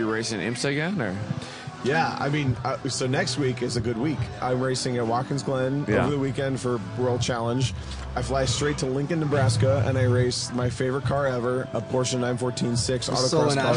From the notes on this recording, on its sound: We're at Road Atlanta for the 3rd annual Gridlife South Festival.